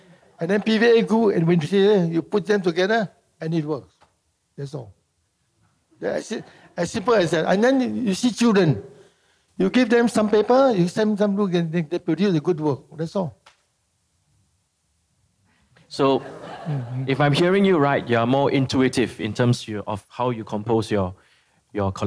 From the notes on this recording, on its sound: This conversation was recorded live in November 2018 at National Gallery Singapore .